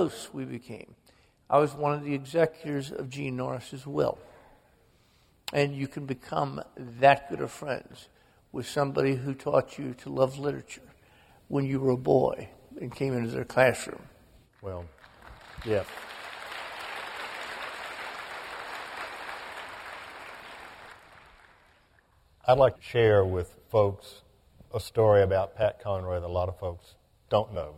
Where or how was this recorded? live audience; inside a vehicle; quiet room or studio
live audience